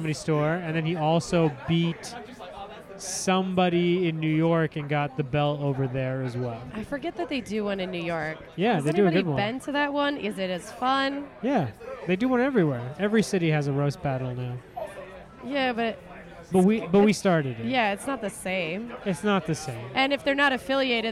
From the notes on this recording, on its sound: Recorded Mondays at The World Famous Comedy Store.